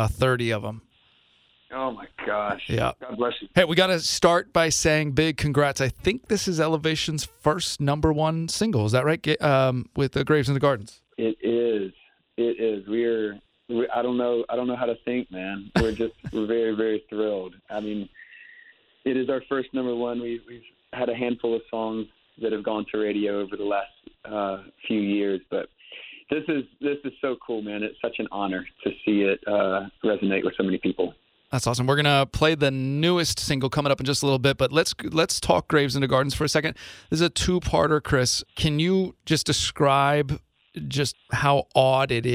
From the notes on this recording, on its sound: on his Batphone!